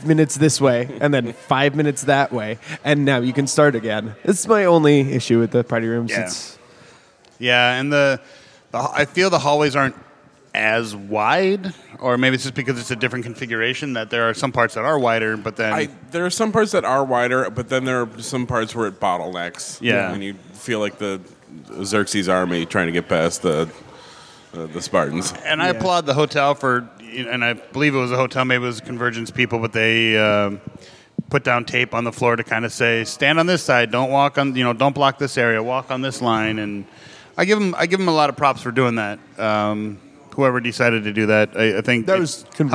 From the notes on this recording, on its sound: Live to tape from CONvergence 2019!! This episode is our annual unedited recording from CONvergence (Minneapolis) where the guys sat in the lobby of the hotel and talked their normal nerd talk.